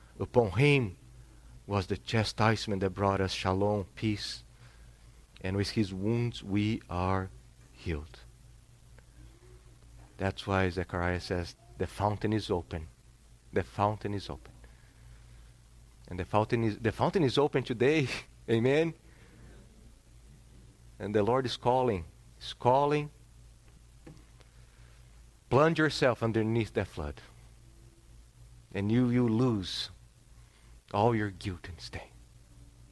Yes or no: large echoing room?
yes